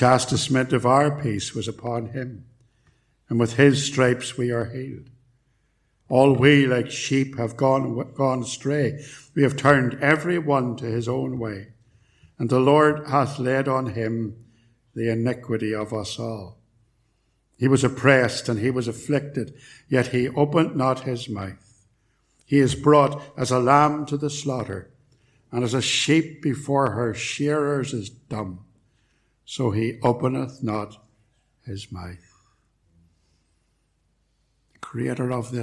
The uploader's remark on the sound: Recorded at Templepatrick Reformed Church